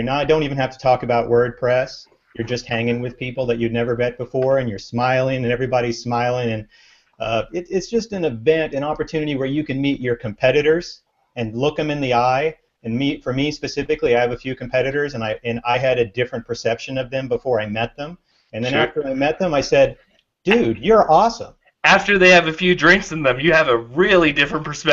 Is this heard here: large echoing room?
no